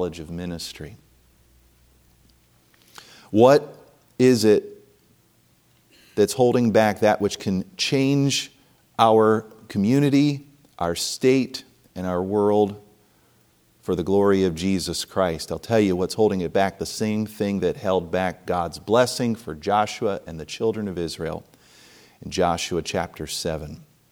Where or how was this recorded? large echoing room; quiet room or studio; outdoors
large echoing room